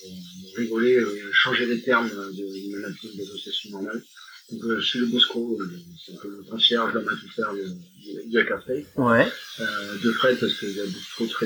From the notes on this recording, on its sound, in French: La prise de son souffrait d’un bruit de fond et de problèmes de niveaux.